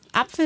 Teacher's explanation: das Wort Apfel sagt zum Beispiel, dann ist es ja auf der ersten Silbe betont